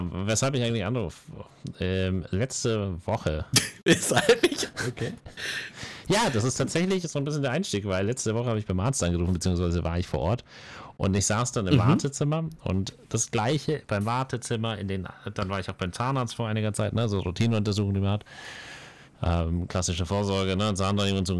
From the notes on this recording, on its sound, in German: Leider hatten wir diesmal bei der Aufnahme nicht gemerkt, dass das Mikrofon übersteuert.